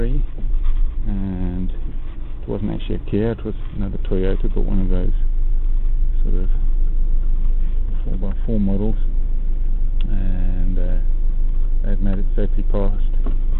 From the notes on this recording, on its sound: Elephant herd Roadblock in KNP. Stuck in the middle of a breeding herd in KNP.